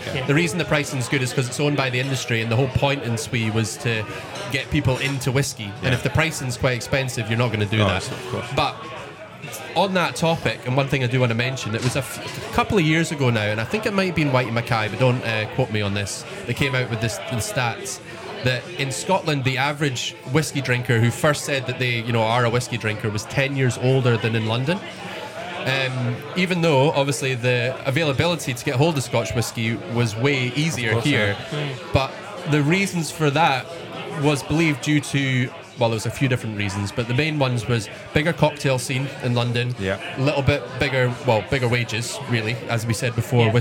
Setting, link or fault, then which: setting, busy venue